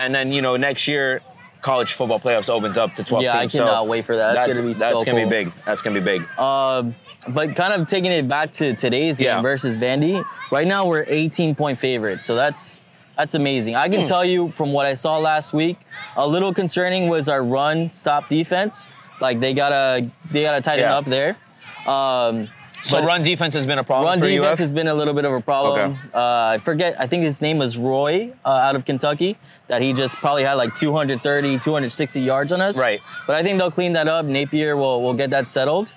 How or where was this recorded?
busy venue